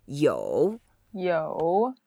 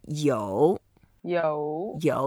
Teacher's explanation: You went down first and then up later. · Term: third tone